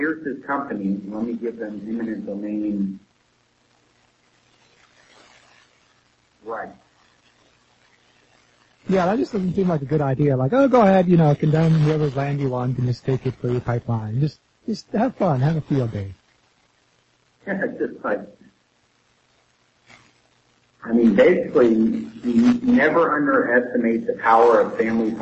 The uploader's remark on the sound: Due to technical difficulties, there are audio distortions and a slightly early ending. Audio quality will improve eventually!